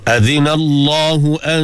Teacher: dengung dua harakat, nun mati jumpa dengan ta, ikhfa hakiki